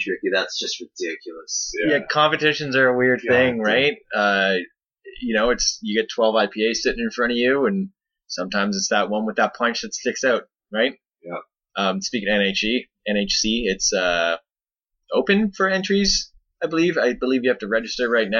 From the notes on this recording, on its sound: Apologies for the audio quality, as we are just transitioning studios